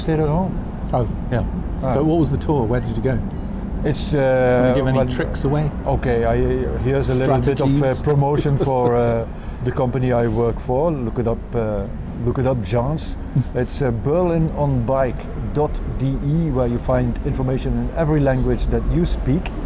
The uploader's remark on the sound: Sat outside on a terrace of a Turkish café, just opposite Görlitzer Bahnhof in Berlin, took a coffee, and talked. Street noises in the background.